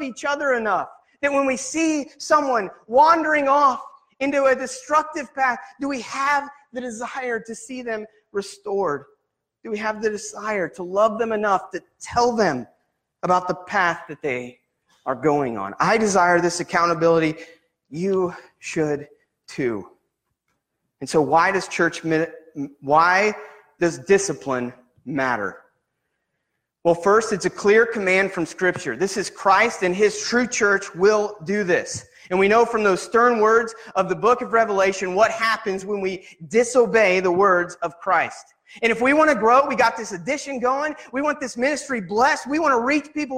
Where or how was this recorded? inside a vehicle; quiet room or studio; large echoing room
large echoing room